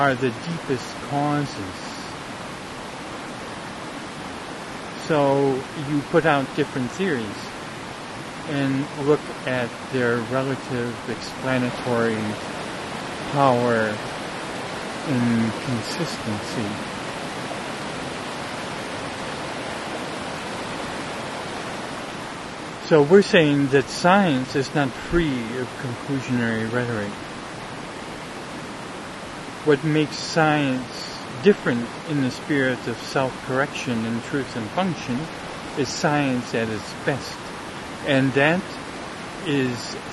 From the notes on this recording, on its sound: A streamside dialogue circle. A streamside dialogue circle. Near where this talk wad recorded in the Eagle Cap Wilderness, OREGON.